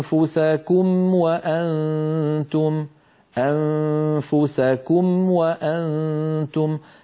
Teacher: هكذا بسلاسة وتلقائية ننتقل من الميم الساكنة إلى الواو